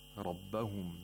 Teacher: the راء of ربهم has تفخيم because راء has فتحة in this word.